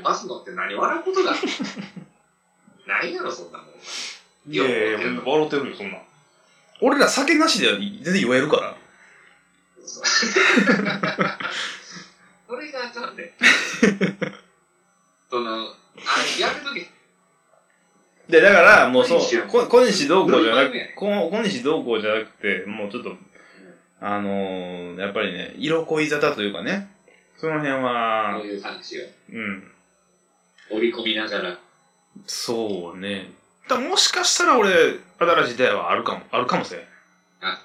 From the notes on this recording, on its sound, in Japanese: リモート収録